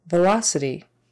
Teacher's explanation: Syllable stress on the second syllable.